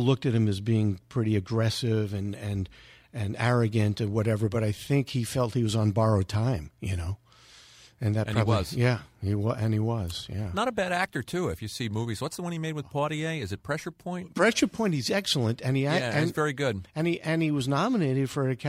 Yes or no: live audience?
no